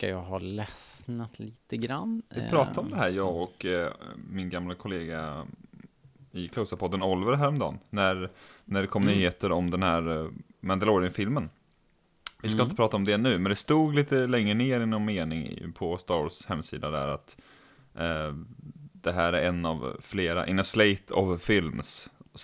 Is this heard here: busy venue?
no